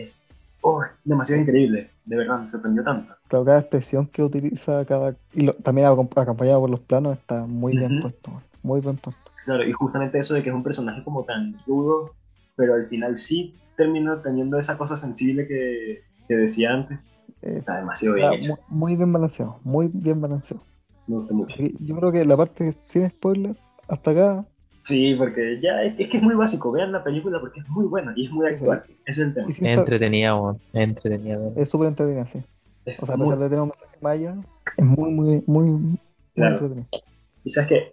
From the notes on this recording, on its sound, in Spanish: Mientras se pone en prueba que tan terribles somos en hablar por zoom.